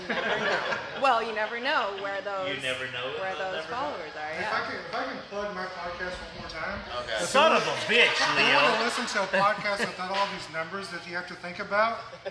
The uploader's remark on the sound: Recorded at Thistle Draftshop at the Texas release of Toppling Goliath beers, Pseudo Sue, Pompeii, and King Sue! A STUDIO AUDIENCE!!